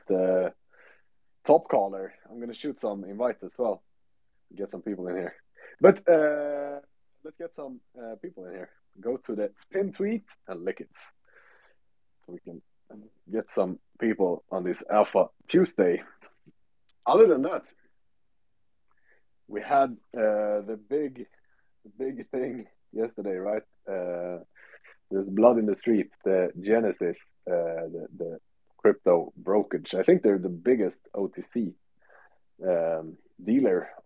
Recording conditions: video call